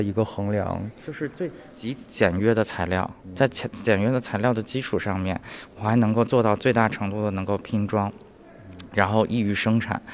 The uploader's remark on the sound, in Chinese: 本期节目尝试了一种新的节目录音形态。带着录音机跟嘉宾一起去看展，边看展边录音。在清华大学艺术博物馆四层14号展厅展出。